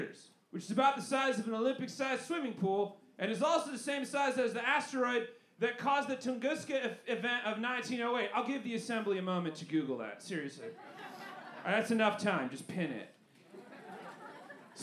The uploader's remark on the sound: Recorded LIVE at the Historic Green Mill Cocktail Lounge 03/11/23